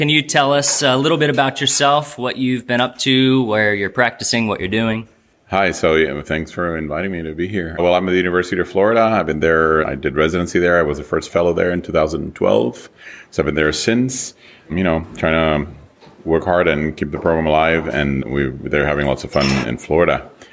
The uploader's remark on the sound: The GEL crew traveled to Portland, Maine to do some on-the-street reporting at the annual conference for the Society of Clinical Ultrasound Fellowships (SCUF). What evolved was a series of incredible mini-interviews.